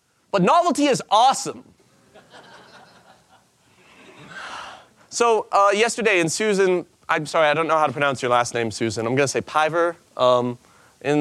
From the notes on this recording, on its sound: In this presentation from the 2014 Buddhist Geeks Conference, he speaks about applying game design to meditation.